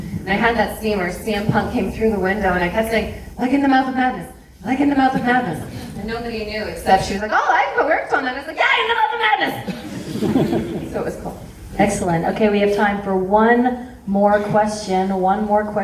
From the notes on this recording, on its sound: Grimmfest Special. What you have in this episode is their Pre-Film intro, the Post film Q&A, and finally my sit down chat with them.